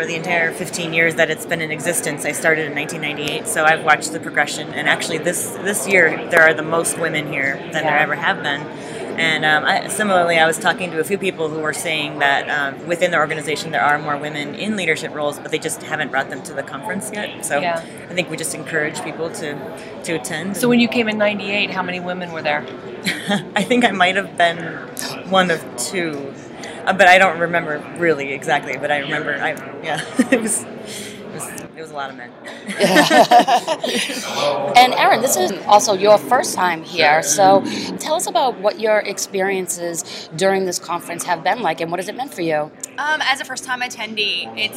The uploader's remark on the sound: Live from the floor of the BLC. Broadcasting from the middle of the NSCA Business Learning Conference.